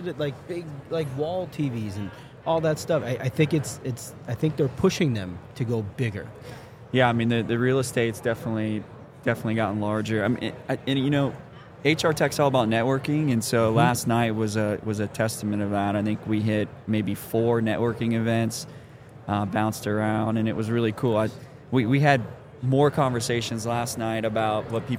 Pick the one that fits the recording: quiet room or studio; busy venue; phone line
busy venue